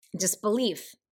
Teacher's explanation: you have two little syllables, but leaf is where the emphasis of the word is. · it's two short syllables followed by a long syllable. · Term: anapest